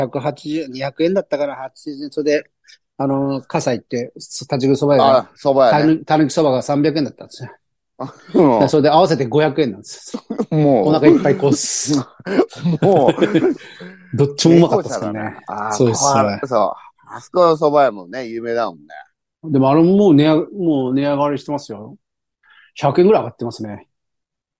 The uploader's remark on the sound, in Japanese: ZOOMで収録。